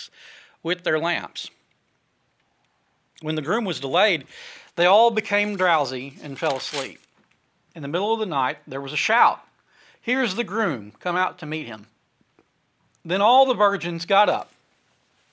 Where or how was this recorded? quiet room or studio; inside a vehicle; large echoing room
large echoing room